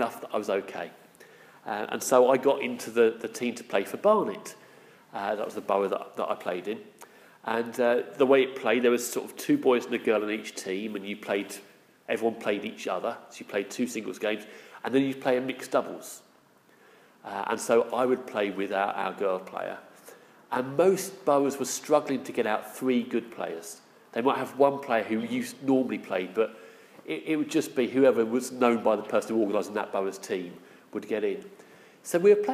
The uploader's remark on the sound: Our sermon from the 9am Palm Sunday service